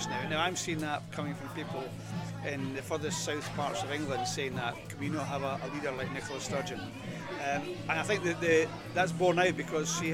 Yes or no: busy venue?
yes